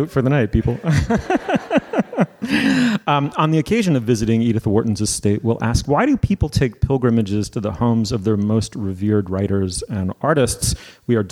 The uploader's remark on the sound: Live from The Mount Edition. Live from Edith Wharton's estate The Mount in the Berkshires.